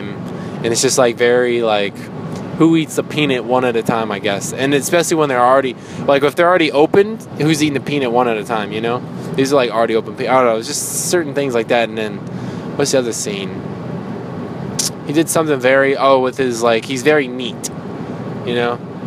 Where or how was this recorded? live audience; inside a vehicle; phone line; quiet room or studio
inside a vehicle